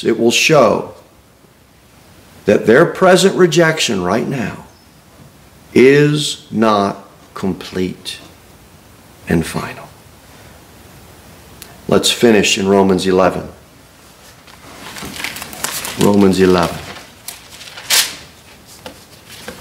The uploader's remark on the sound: Sermon delivered at Pilgrim Baptist Church on Sunday, October 22, 2023, at 11-15 am. Jere Whitson Rd. Cookeville, TN 38501. Pilgrim Baptist Church is a bible-believing, independent Baptist church.